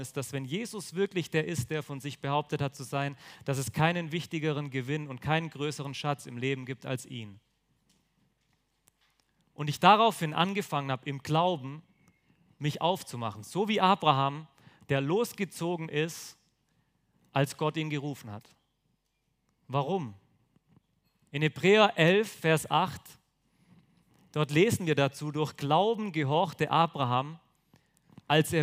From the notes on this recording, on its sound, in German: auf dem Younited #weekend 2023 in Friolzheim (Jugendverbandstreffen des Christusbundes)